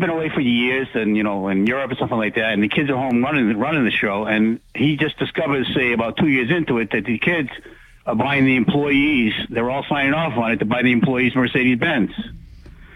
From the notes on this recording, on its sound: take calls and WBSM app-chat messages from the audience